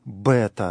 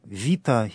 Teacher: в древнем классическом произношении, название ее звучит как «бета», и читается она как «б». А в более позднем византийском произношении название звучит «вита» и читается как «в».